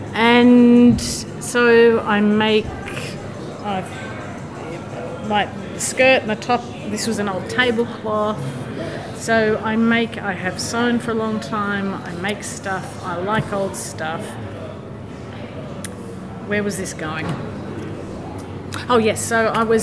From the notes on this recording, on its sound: We recorded in the pub - surely the best way to spend an afternoon recording a podcast - so occasionally the sound quality dips.